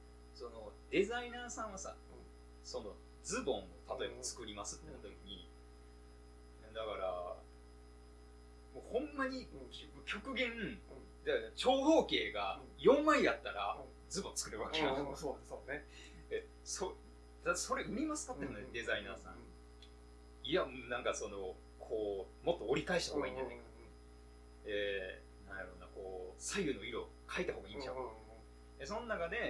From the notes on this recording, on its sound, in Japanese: 録音機材の関係でノイズが入ってるのはご容赦ください